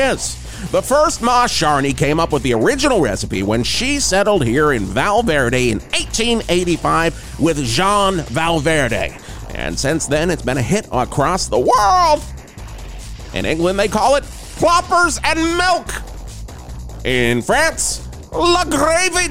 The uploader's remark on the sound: broadcasts live from Plusky's Distillery!